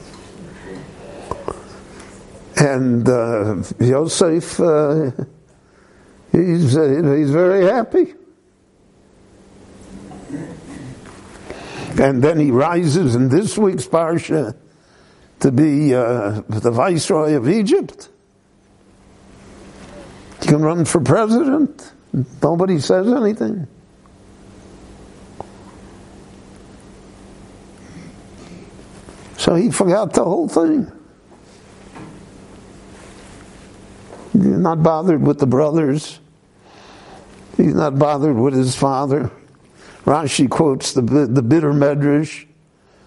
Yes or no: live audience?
yes